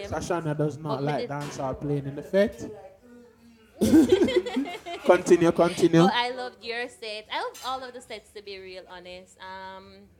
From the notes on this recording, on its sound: The Live version of The Late Night Par comes to a close at the end of summer! Thank you for Podding and eating with us at Marianna's Kitchen.